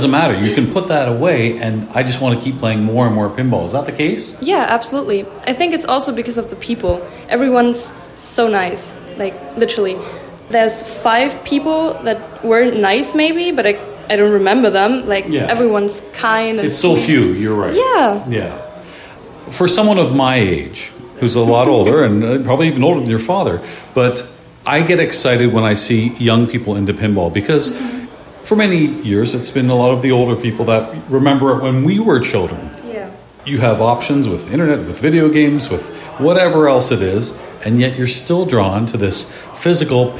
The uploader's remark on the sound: Live from the European Pinball Championships